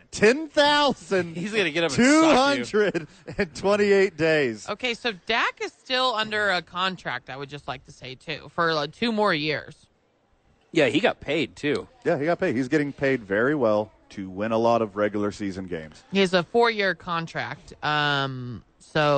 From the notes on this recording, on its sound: live from The Duke Store